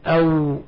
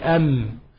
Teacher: ولكن الواو بانفتاح والباء بانطباق والميم بانطباق